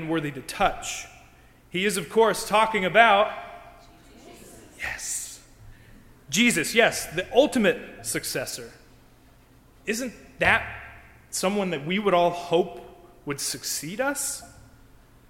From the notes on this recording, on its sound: During the Crossroads service (9:30 am) on Sunday June 12, 2016, at First Presbyterian Church of Arlington Heights, Illinois. Part of Music Appreciation Sunday.